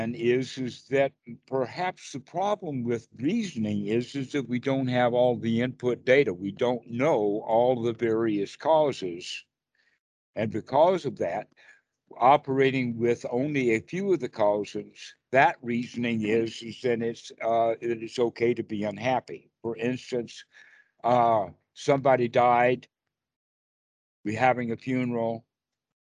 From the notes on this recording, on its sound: skype calls on this channel